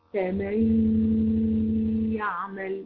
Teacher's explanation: همسى النون بخالص لكن هعمل الغنة في الياء. هدخلها في الياء واعمل فيها الغنة، فمن يعمل، وهقف اهي غنتين، واحد اثنين حركتين · Term: ادغام بغنة